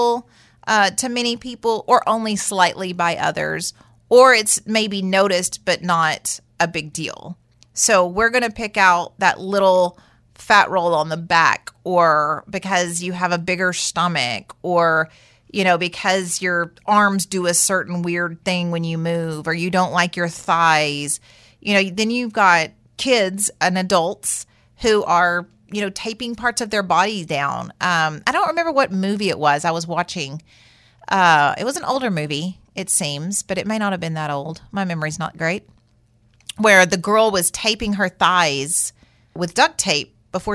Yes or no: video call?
no